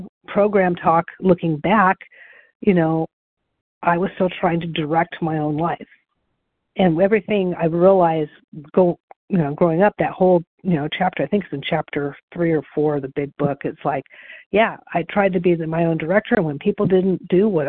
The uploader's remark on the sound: the 100 Pounders Phone Meeting